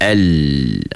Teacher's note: Lidah kita bahagian depan tu macam melitup langit-langit. Suara kita dah lari ke tepi. Dia keluar ke tepi lidah.